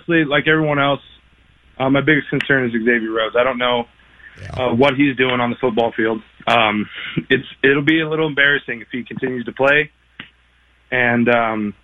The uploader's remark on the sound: take your phone calls